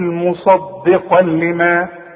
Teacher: اللام ادغام كامل بدون غنى